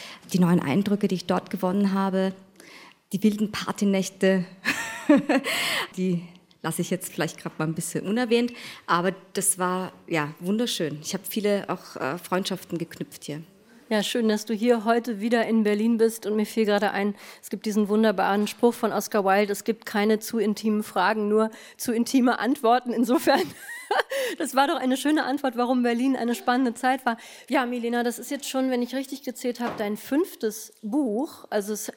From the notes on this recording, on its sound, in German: Ein Mitschnitt der Buchpremiere in der rbb Dachlounge Studio14